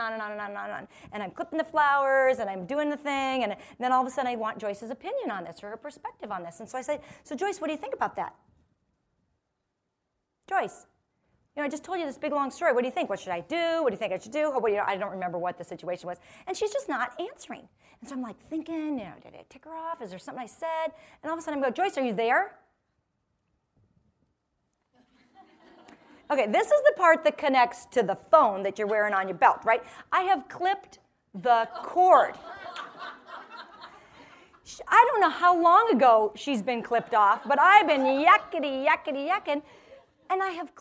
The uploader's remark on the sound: This episode contains a portion of a talk given to a live audience.